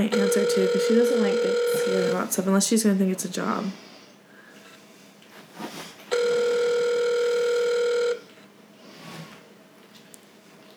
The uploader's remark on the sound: Good ole fashion prank phone calls on a cold, rainy day.